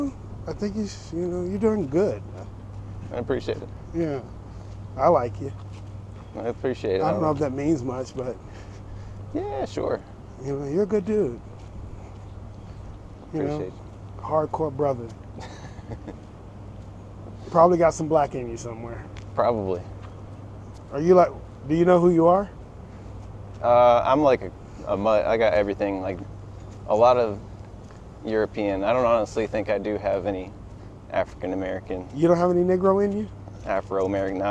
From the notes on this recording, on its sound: In this episode, I do a walk and talk